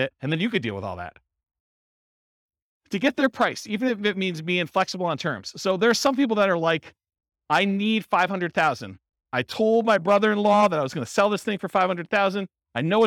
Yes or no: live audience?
yes